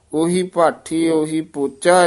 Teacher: ਪਹਿਲੇ ਜਿਹੜੇ ਉਹੀ ਪਦ ਹਨ ਇਹ ਦਰਮਿਆਨੇ ਬੋਲਨੇ ਹਨ, ਨਾ ਹੋੜਾ ਨਾ ਔਂਕੜ ਵਿਚਾਲੜਾ ਆ